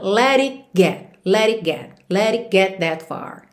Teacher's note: Então, to never let it, do let pro it, juntou com rarara, e do it pro get, acontece uma coisa bem interessante, que é você omitir mesmo o T e nem fazer o contato da língua com o céu da boca